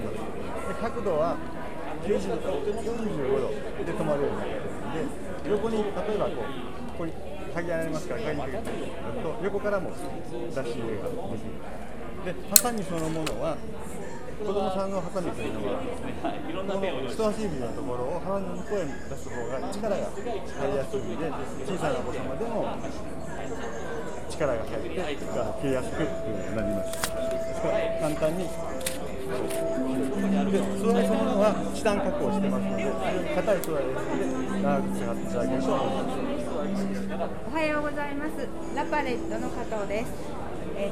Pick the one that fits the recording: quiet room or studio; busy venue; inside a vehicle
busy venue